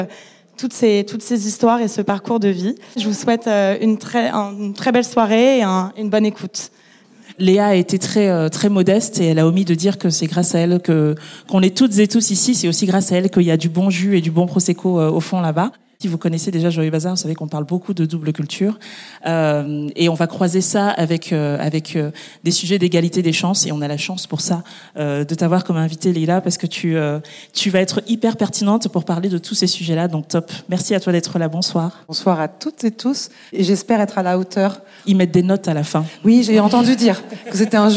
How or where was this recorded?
live audience